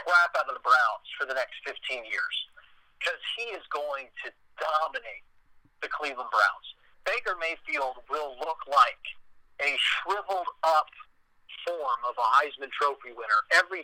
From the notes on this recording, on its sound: talked via phone